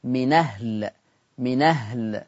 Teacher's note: فيها النقل فتقرأ بنون مفتوحة